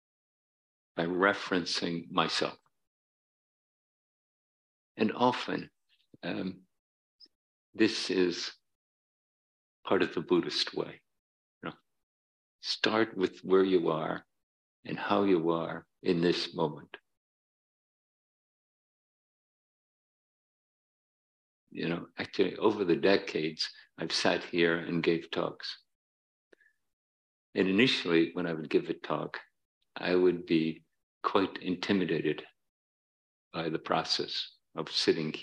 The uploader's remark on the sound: Dharma talk at City Center. In this talk from Beginner's Mind Temple.